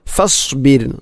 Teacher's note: റായിനെ കനപ്പിച്ചുകൊണ്ട് ഒരിക്കലും അങ്ങനെ പറയരുത്. ഫസ്ബിർ, റായിന് തർക്കീക്കാണ്, അഥവാ നേർപ്പിച്ചുകൊണ്ട് ഉച്ചരിക്കണം ഫസ്ബിർ